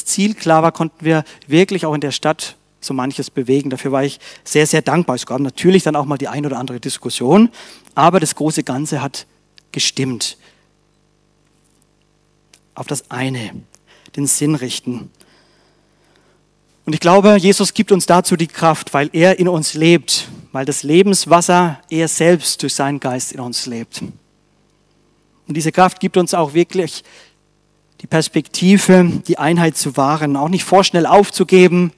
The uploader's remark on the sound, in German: aus dem Classic-Gottesdienst der Missionsberg-Gemeinde (LM)